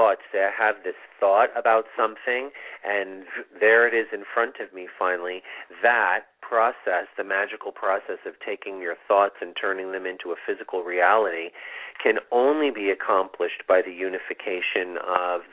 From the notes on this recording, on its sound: This is a call in show with live mini-readings!